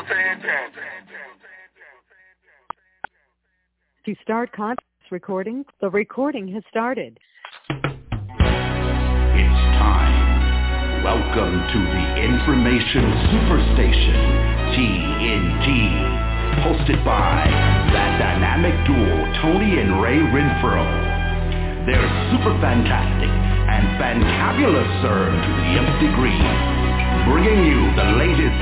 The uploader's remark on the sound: TNTSuperfantastic Conference Call